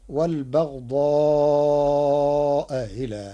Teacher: بتسهيل الهمزة الثانية بينها وبين الياء تخفيفا